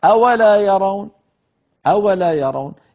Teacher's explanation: إذن هي ثلاث أشياء لكنها تعامل معاملة الكلمة الواحدة، فلا تفصل الهمزة عن الواو ولا تفصل الواو عن لا التي بعدها